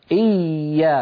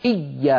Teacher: مخرج الياء وبينا بأنه ليس فيه انقفال · Shown in: first take · إيايا يبقى الصوت مستمرا ولا تقولي إيا، لا تضغطي عليها زيادة، دعي مخرجا للصوت حتى يمر والباقي جيد.